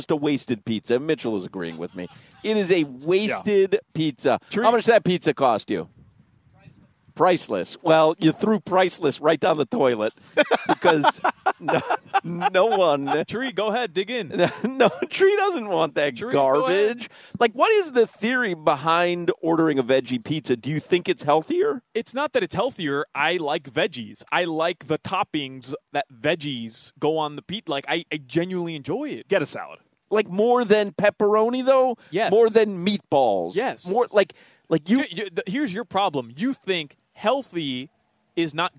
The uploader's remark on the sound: While live at Hollywood Kia today